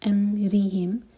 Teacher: چار حرکہ لمبا امرہم خیال سے میم پر جھٹکا نہ ہو را کے نیچے کسرہ تو را باریک زبان کی صرف ٹپ سے پڑھیں گے